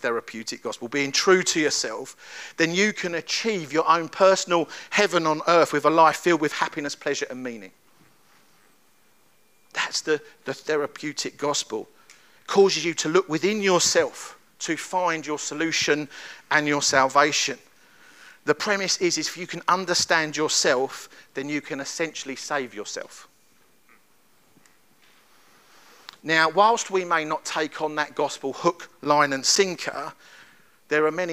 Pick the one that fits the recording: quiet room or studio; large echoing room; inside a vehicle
large echoing room